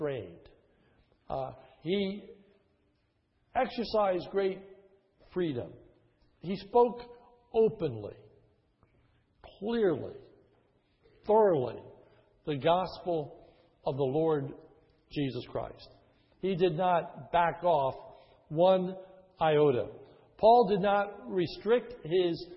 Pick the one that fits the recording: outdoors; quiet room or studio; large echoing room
large echoing room